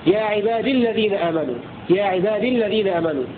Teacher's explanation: فيقرأ أبو عمرو وحمزة والكسائي بإسكان الياء وصلا وحذفها تخلصا من التقاء الساكنين